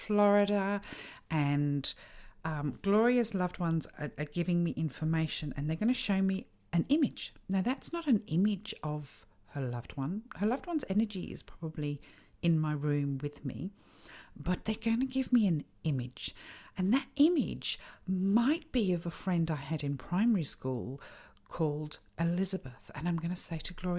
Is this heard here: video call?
no